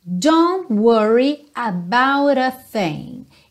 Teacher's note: os R's estão muito mais próximos da pronúncia americana do que da britânica · é muito comum a gente não ouvir esse T final do don't